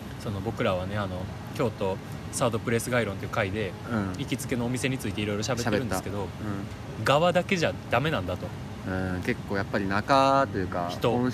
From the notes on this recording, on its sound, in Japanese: 居酒屋が復活するとのことで、アフタートークはそこで収録しよう！気付けば高瀬川沿いで。